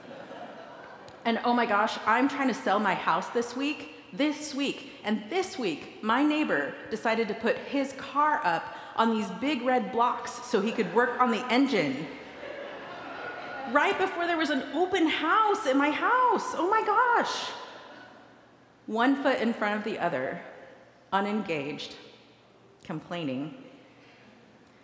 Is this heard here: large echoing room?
yes